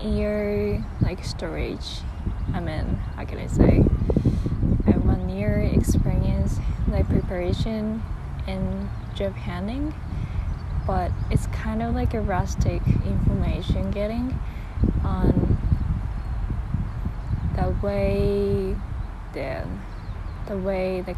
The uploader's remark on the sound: I apologise the noise. I took this episode outside again and was a bit windy day. It’ll suddenly finish since it started raining.